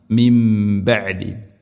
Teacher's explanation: നൂനിനെ മീമാക്കി മാറ്റി മണിക്കണം · Term: ഇഖ്ലാബ്